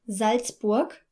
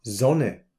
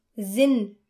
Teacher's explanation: But in words like Salzburg, where the S comes at the beginning, we should note that the letter sound is like the English Z